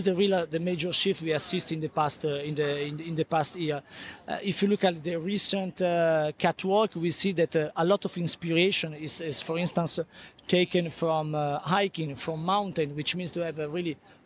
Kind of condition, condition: setting, busy venue